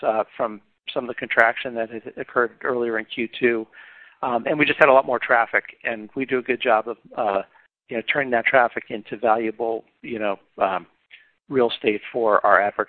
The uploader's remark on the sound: Earnings Conference Call.